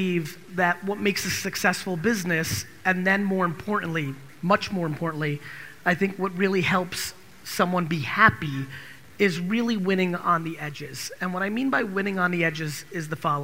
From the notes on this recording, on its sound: This episode is from a keynote I gave in Orlando. At the National Achievers Congress.